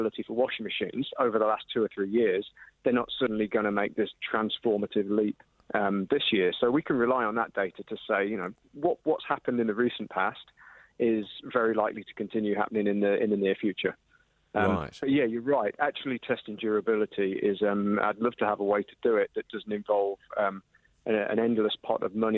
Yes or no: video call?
no